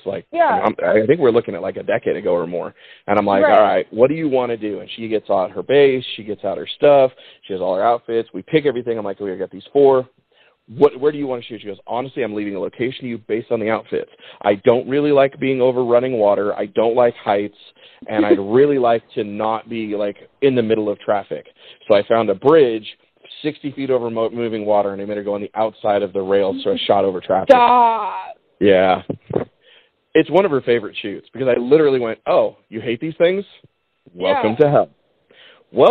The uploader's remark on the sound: we finally got a chance to get a phone conversation